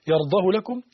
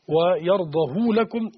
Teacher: إذن هنا روايتان: يرضاه لكم بعدم الصلة، ويرضه لكم بالصلة، وفيه يرضى لكم أيضا، يبقى فيها ثلاث قراءات. · Term: صلة هاء الضمير